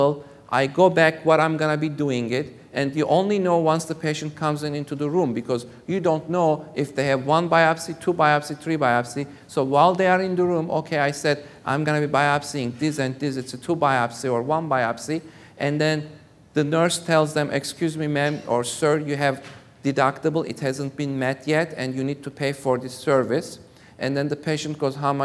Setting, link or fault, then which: setting, live audience